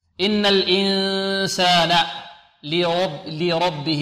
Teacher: اللام رقة والراء ماذا؟ لماذا فخمنا الراء؟ لأنها مفتوحة